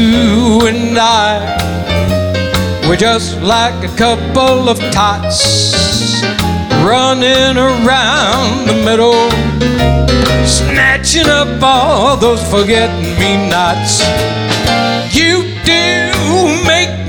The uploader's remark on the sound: Live at the SouthPoint